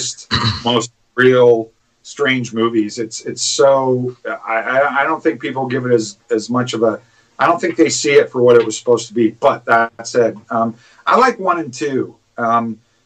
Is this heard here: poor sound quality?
yes